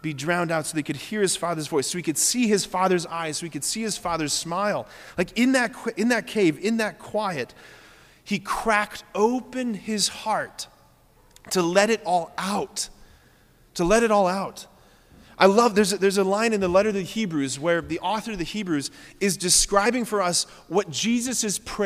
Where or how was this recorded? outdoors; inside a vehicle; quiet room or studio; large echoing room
large echoing room